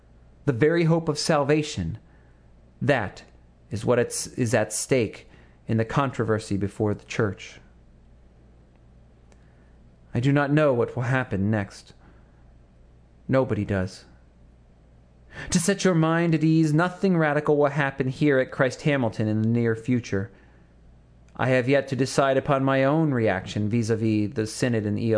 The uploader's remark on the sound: Sermon to his congregation of Christ Hamilton United on the Sunday immediately following the 2009 Churchwide Assembly of the Evangelical Lutheran Church in America.